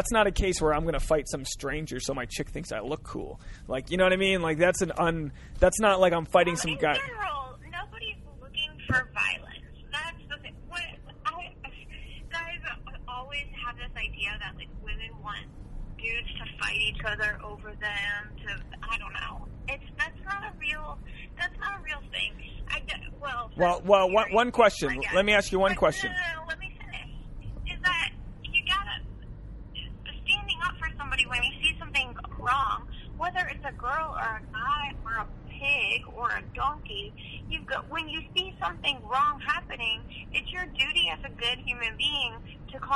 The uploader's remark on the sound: A carcast episode